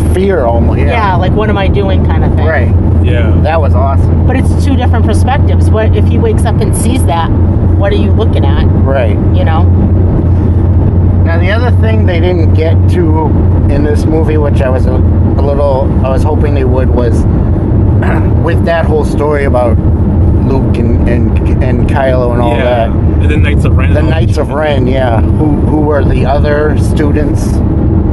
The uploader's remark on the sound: On the ride home, the trio recorded their post movie conversation.